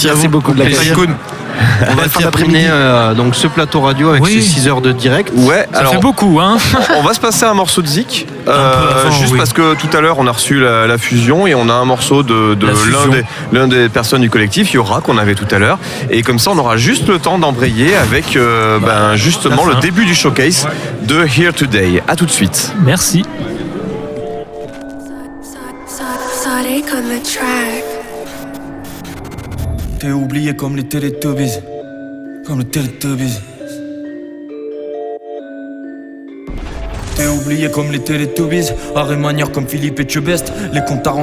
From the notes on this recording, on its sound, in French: RADIOMFest. Se déroule comme un générique de film sur le plateau des radios tarnaises du FOMAC 2022.